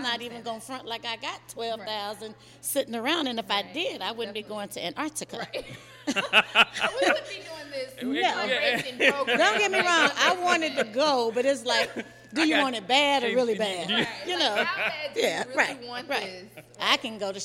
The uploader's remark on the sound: Recorded live at the fund raiser kickoff. We speak with some members of the Blackiceeproject.